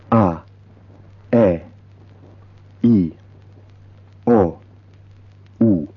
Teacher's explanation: All these are pure vowels, without any kind of diphthong glide.